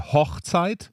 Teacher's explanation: Mit hoch hat es ja nichts zu tun. Deshalb ist das O hier auch kurz, so wie das im Normalfall üblich ist im Deutschen, in geschlossenen Silben, also in Silben, die auf Konsonanten enden, hier auf CH.